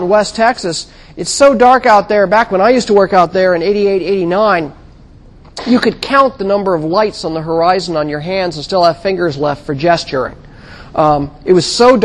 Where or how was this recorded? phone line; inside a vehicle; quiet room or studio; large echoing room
large echoing room